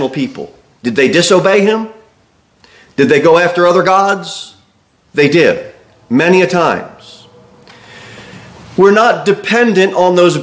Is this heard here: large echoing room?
yes